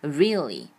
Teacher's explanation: 这个 y 在美语当中结尾的时候，我们会读一个长音的 e 的感觉